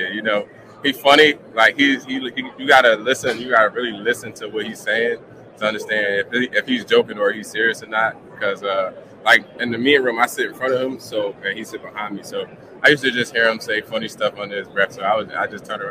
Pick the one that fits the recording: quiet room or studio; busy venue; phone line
busy venue